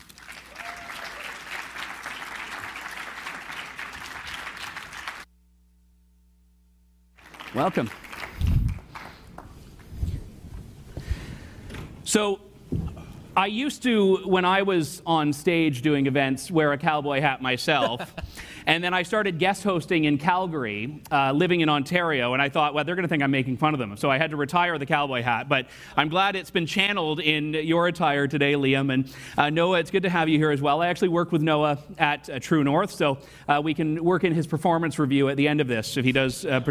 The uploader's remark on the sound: Live from CSFN. From Ottawa at the Canada Strong and Free Conference!